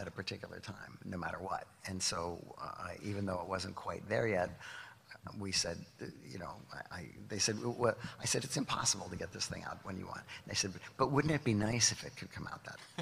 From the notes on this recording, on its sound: live from Los Angeles Comic Con!